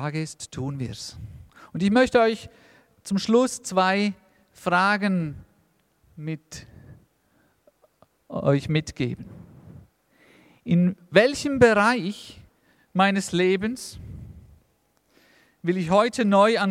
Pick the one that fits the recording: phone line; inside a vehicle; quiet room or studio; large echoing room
large echoing room